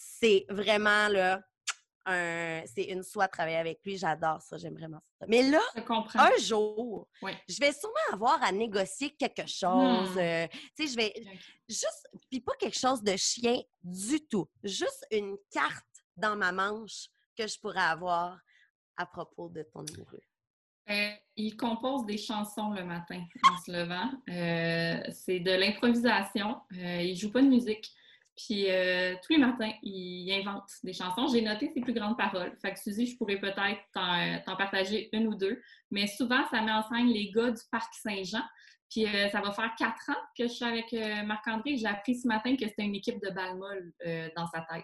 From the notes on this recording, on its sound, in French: La classe a eu lieue sur Zoom.